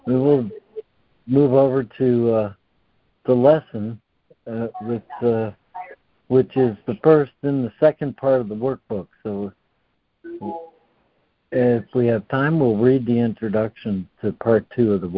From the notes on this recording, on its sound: ACIM Daily Conference Call.